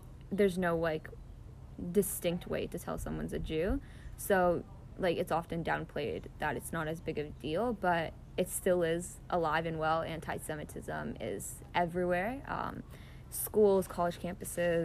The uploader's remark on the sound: From her own backyard in an in-depth (and socially distanced) conversation. Yes, there is some background noise!